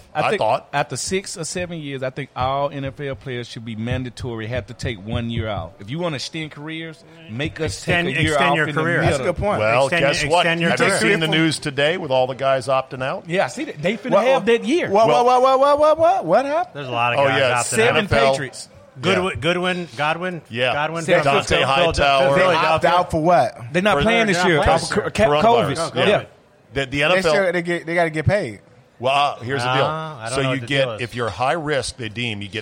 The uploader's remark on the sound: Plausibly Live From DC Prime Steakhouse in Ashburn, VA.